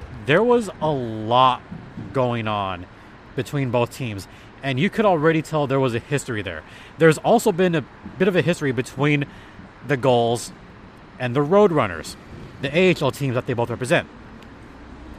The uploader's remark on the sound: records from Acrisure Arena following the game